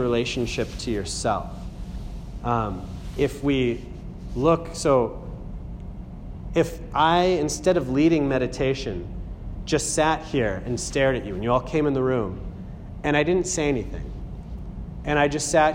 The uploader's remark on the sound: A talk that answers a series of questions from a Group in the middle of an 8-week series, Acton MA, 3/15/18